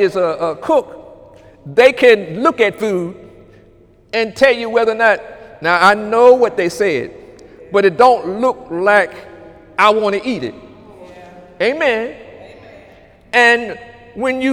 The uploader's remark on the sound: During Sunday morning service on August 26, 2018